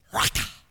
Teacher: It sounds like what it means. And the word raca is like a guttural hacking and spitting in someone's face